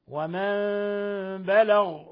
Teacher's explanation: ولاحظوا تفخيم الغين، بلغ لأنها من حروف خص ضغط قض من حروف التفخيم